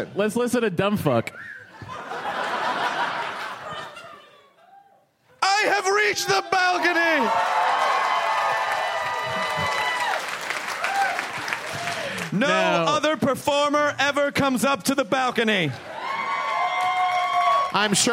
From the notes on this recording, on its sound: Live at SF Sketchfest 2015. It's some LIVE hostful goodness!